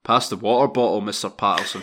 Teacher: the use of the glottal stop where a T is dropped